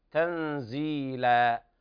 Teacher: تنزيلا، هنا إخفاء حقيقي لوقوع الزاي بعد النون الساكنة، تنزيلا، وهنا مد عوض عن التنوين، مد عوض عن التنوين المحذوف، فلا بد من مده حركتين لا زيادة ولا نقص